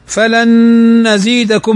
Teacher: نون ساكنة بعدها النون، والنون من حروف الإدغام بغنة فتغن بمقدار حركتين